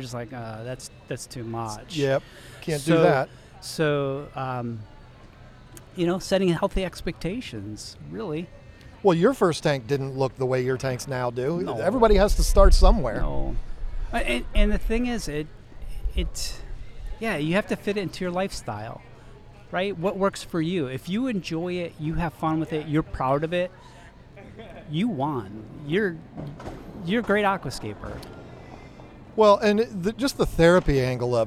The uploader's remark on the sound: Our trip to Aquashella Daytona Beach. Recorded at Aquashella.